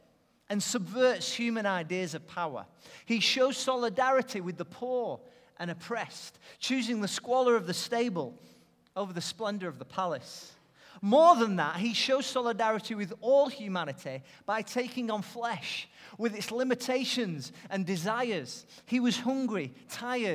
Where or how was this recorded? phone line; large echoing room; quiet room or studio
large echoing room